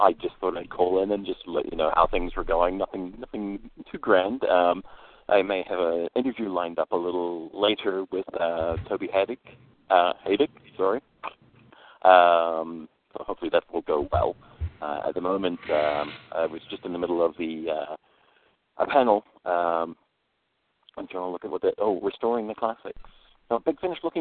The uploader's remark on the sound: calls in LIVE from Hurricane Who